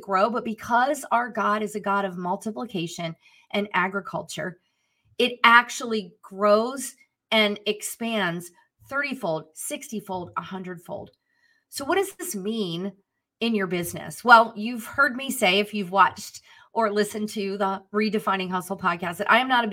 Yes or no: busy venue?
no